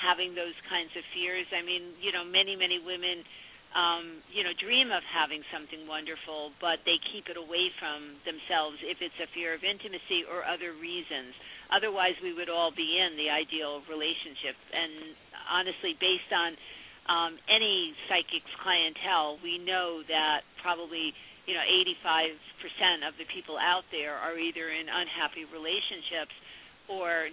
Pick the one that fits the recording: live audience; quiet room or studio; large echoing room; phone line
phone line